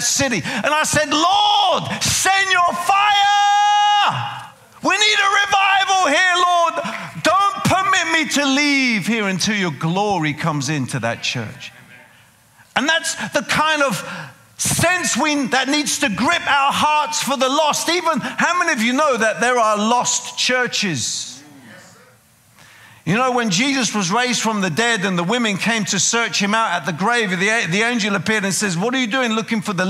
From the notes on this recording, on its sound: preaching at a CCF Ministries in Lowell